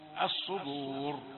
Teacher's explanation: المتوقع كثيرا أن تتفخم الدال فتأتي الصدور